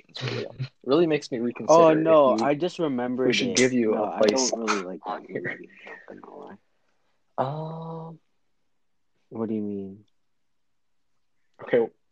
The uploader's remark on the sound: Slight technical difficulties hosting our largest ever episode.